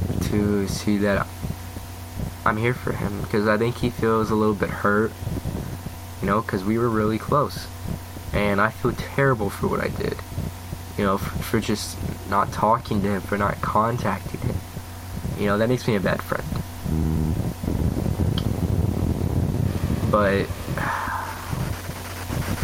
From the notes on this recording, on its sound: And I will fix the background noise by next episode.